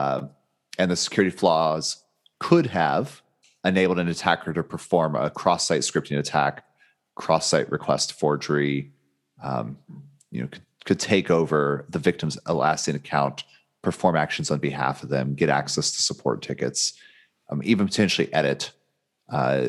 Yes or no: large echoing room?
no